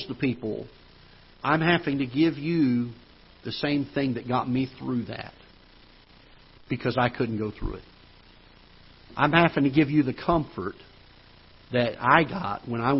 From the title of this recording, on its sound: Ketha Heights Baptist Church ~ Live Broadcast